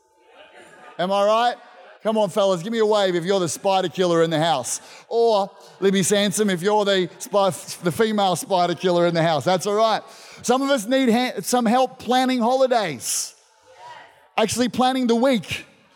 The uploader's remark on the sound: This was recorded in our 9am service on the 7th of November, 2021